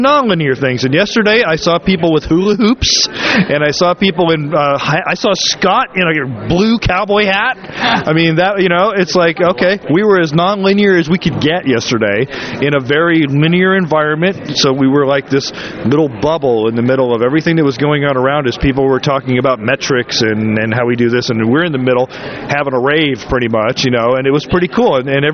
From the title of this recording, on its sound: LIVE from the floor of ad-tech New York